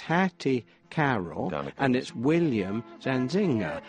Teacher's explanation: both of their names, first and second names, happen to have an unstressed final syllable